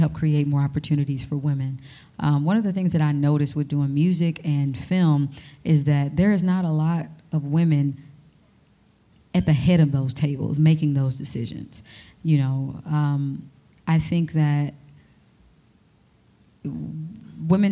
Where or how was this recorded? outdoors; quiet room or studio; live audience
live audience